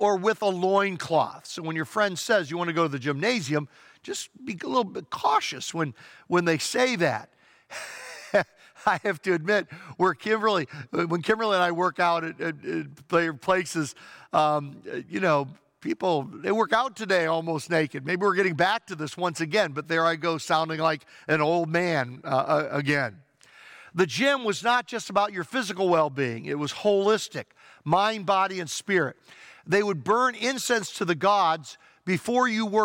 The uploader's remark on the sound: Traditional Worship (In-Person Service)